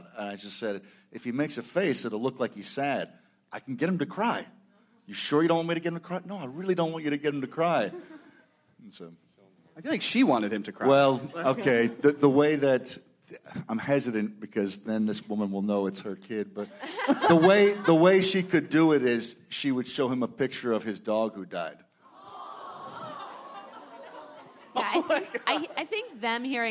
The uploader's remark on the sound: panels from ATX Television Festival